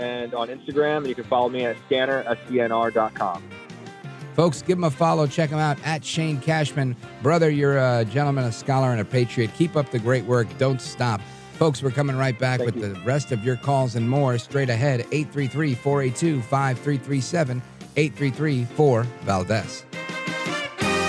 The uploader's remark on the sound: We take your calls in open phones across America.